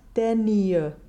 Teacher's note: It's not two separate sounds, nia, but rather a palatal consonant formed with the big fat part of the tongue up on your hard palate, nia. daigne, not daigne.